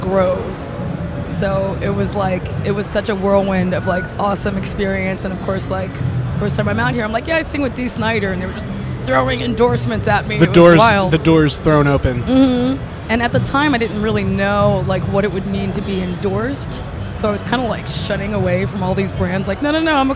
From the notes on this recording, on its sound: Live from The NAMM Show. Live from The 2020 NAMM Show.